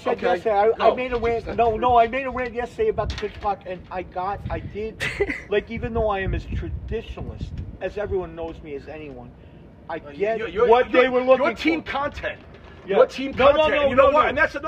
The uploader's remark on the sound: Was going bezerk on the pool so we moved back to the patio and ran mics.